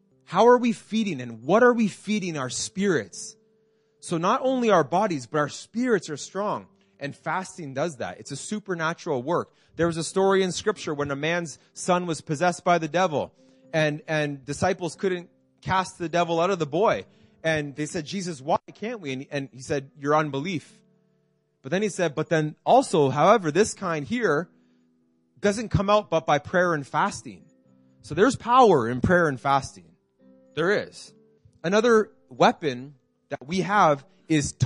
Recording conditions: large echoing room